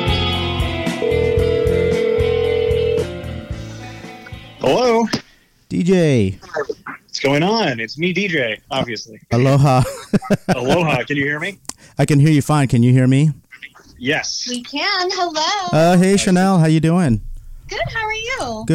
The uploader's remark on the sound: We'll be interviewing our guests by phone from inside the Desert Oasis Room.